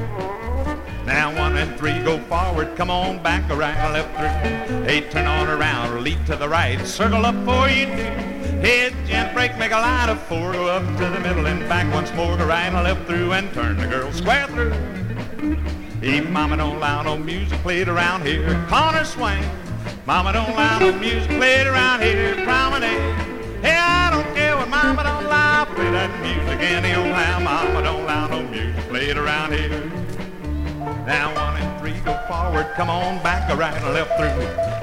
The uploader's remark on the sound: from the 1964 Blue Star Jubilee Square Dance held in the Sam Houston Auditorium